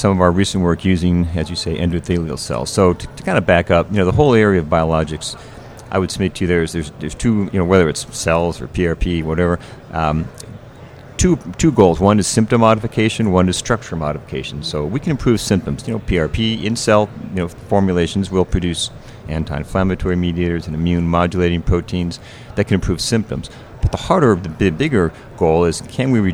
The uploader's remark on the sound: LIVE from AOSSM